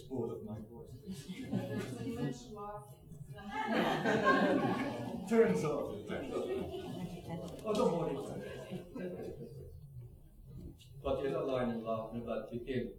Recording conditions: live audience